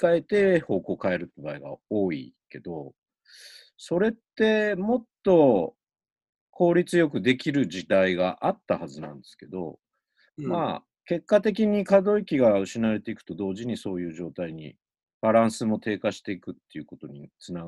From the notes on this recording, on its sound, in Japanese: コロナの影響で、リモート録音となっており、。音声の質が悪いことをお知らせするとともに、お詫び申し上げます。